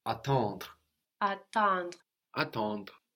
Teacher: We have the EN in the middle that gives us a nasal sound. And then the RE on the end, which kind of gets swallowed into the D, attendre.